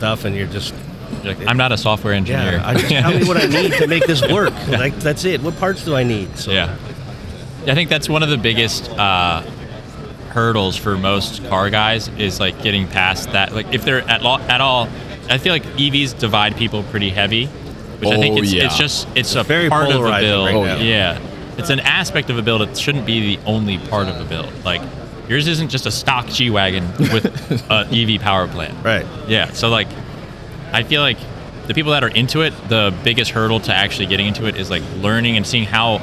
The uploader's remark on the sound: SEMA 2023 Live